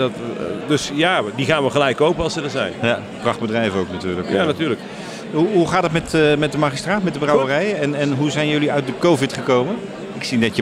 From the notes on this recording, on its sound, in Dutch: Tijdens de Dutch Craft Beer Conference (23 maart 2023) in Den Bosch